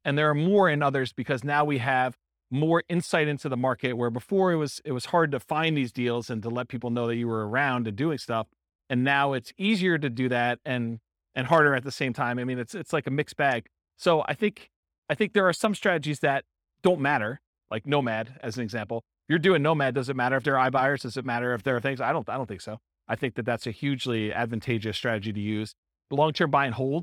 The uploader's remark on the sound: This was a live class recorded to give investors a solid qualitative overview of all the different real estate investing strategies. In-person version.